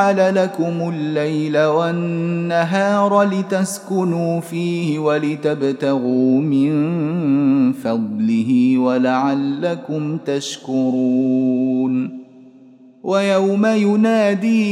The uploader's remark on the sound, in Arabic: مسجل من صلاة التراويح بمسجد السلام بحي مشرفة بجدة.